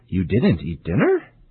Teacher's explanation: Another type of yes-no question is to use a rising intonation with a statement.